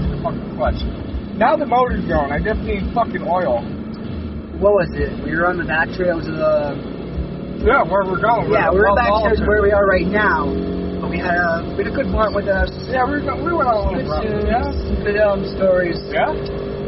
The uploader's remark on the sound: Car, driving to Bloomsburg Skatepark. A 45-minute drive while taking the back way.